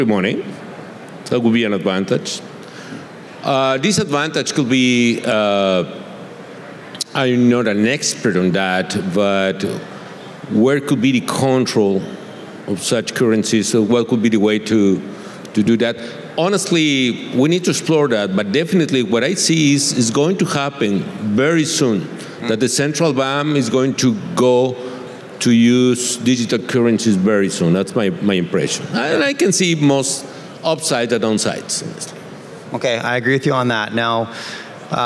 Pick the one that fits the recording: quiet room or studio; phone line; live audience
live audience